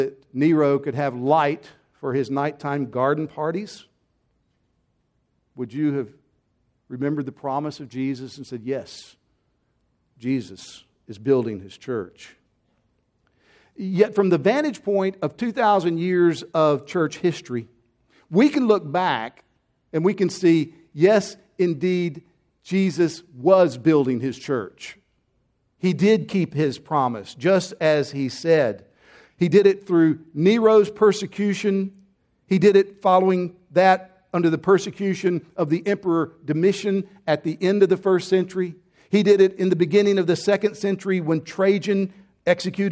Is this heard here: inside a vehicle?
no